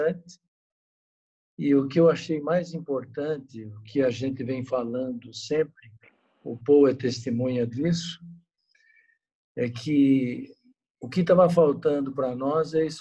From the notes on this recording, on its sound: Via ZOOM.